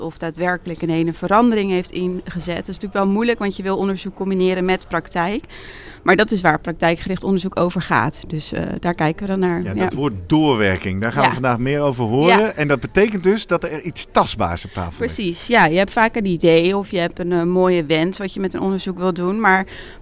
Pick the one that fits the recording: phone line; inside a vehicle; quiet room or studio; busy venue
busy venue